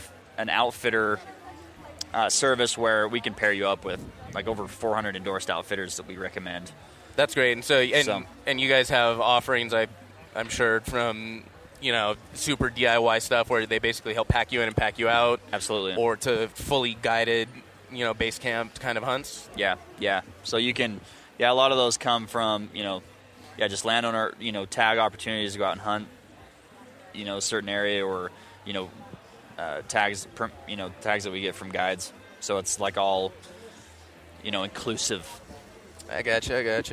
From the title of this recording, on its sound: at the International Sportsman's Expo